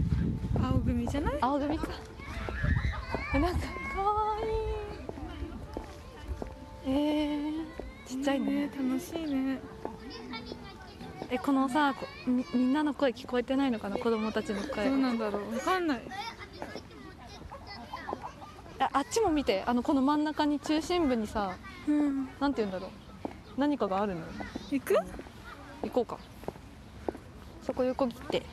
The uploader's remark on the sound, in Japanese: 桜満開の公園から聴こえる春の音。こちらは数週間前の収録でして。